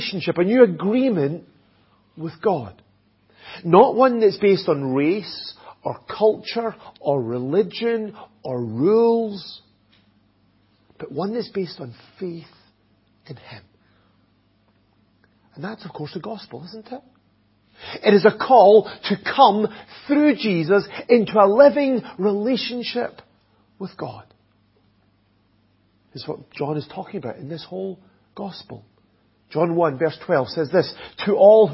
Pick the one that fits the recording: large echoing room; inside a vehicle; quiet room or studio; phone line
large echoing room